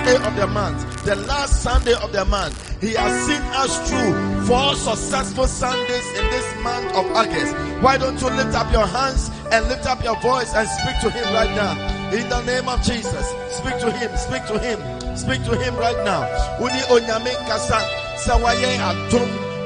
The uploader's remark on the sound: Preached at morning Glory Service